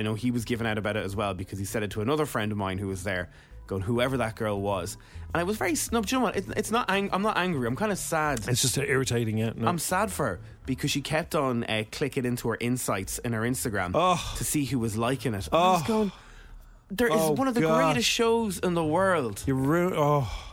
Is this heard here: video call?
no